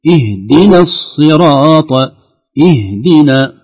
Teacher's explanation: الهاء ليس فيها قلقلة، يعني ما فيها تحريك